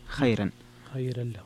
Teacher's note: خيرا فيها الترقيق الراء لورش